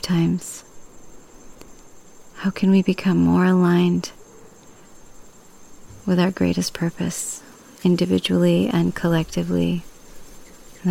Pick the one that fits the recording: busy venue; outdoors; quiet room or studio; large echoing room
outdoors